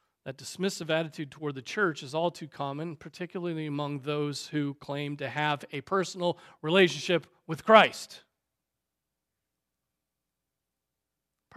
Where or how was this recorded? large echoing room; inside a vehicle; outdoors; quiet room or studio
large echoing room